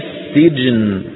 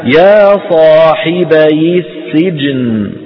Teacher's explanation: إننا نكسر الياء للتخلص من التقاء الساكنين · Shown in: second take